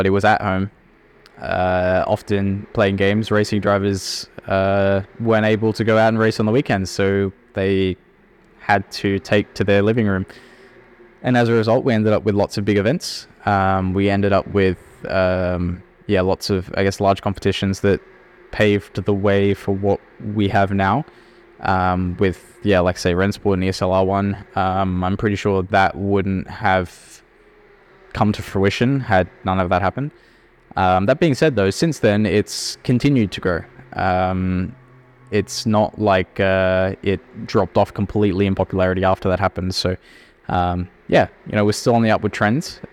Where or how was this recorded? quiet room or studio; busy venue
busy venue